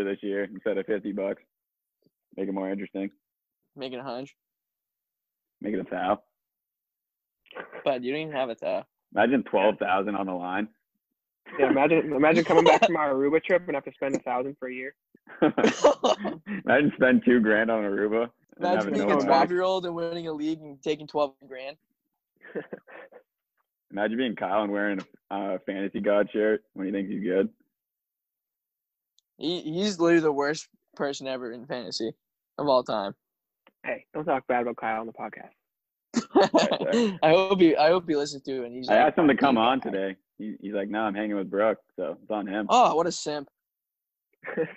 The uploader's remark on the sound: I also would like to apologize for the bad audio quality from recording on zoom.